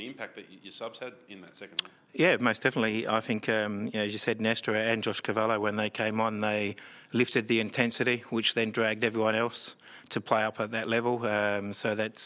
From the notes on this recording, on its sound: Post-match press conference. Following his side's 3-2 win against Western united in Round 16 of the Isuzu UTE A-League 2022/23 season.